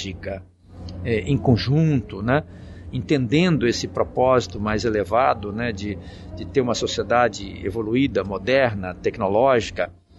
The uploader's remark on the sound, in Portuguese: Episódio gravado no evento "SEBRAE/ESX - ESPÍRITO SANTO INNOVATION EXPERIENCE".